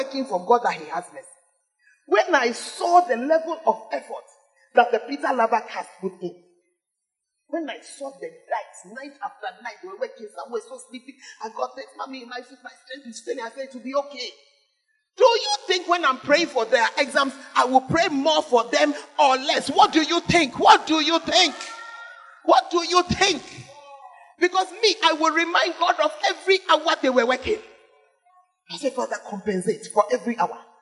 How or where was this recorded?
large echoing room